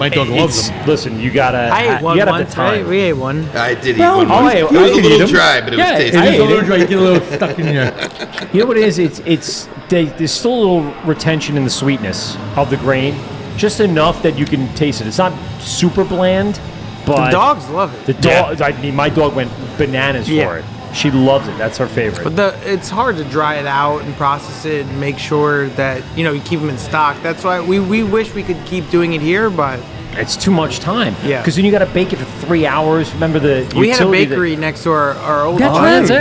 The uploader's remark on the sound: LIVE at Garvies Point Brewery and Restaurant. Live from the brand new space.